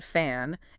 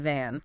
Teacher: we can see the difference between a voiceless F, like in fan, and a voiced V, like in van.